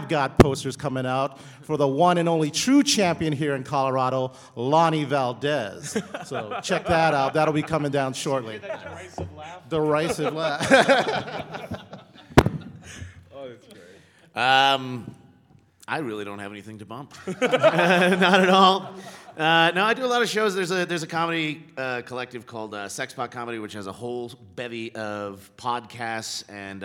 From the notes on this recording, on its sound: LIVE From Denver Comic Con 2015